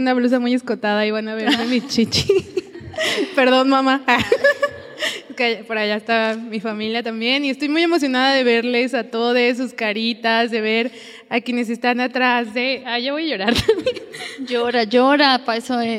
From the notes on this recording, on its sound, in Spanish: una conversación en vivo y con público